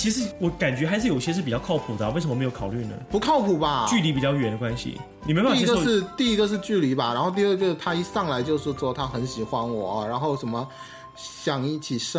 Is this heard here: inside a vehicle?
no